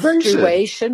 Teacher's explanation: we put in a W to join menstru and Asian.